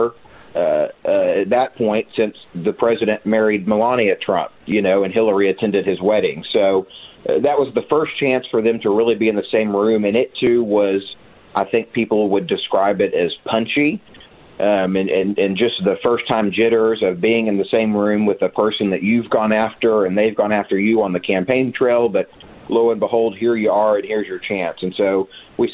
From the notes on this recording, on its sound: call in to give their thoughts